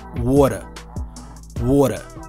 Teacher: So they drop the R at the end. That's in a non rhotic accent.